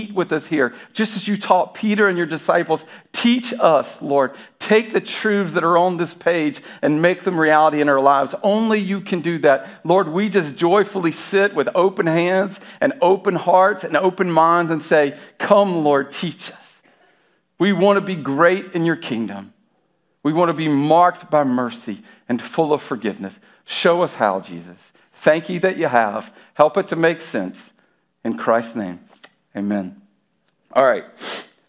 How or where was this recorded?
large echoing room